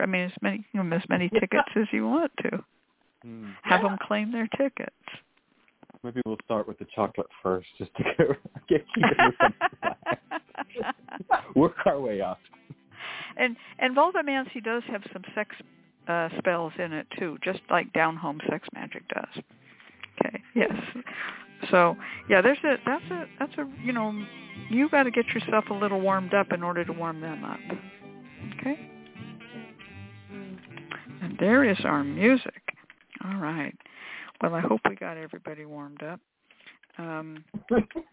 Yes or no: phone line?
yes